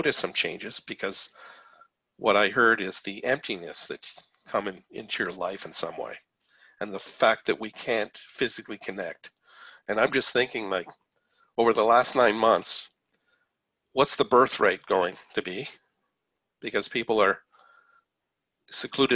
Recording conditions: video call